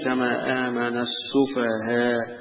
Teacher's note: يمد الألف يقف عليها كألف، يبدل الهمزة ألفا. ويجوز الروم بالتسهيل، الروم يعني بيظهر الحركة اللي هي الضمة على تسهيل آخرها